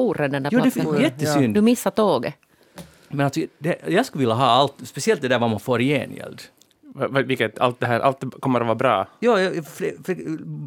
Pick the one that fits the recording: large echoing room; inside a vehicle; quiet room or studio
quiet room or studio